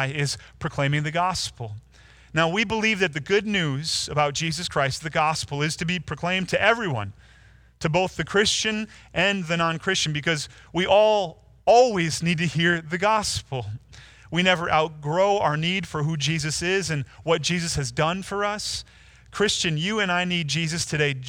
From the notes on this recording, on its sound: Delivered Sunday, March 29, 2020 via livestream at Woodridge Community Church (New Berlin, WI).